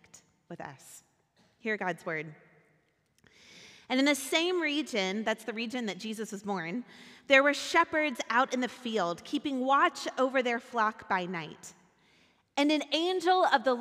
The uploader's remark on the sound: Recorded at our Sunday gathering on December 10, 2023 in Port Orchard WA.